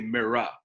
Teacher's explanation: New Jersey, so I say mirror with an A.